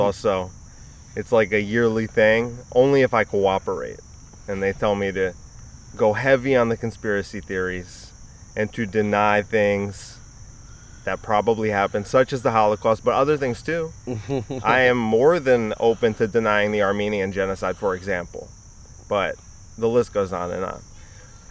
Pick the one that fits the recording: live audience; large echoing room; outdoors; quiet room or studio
outdoors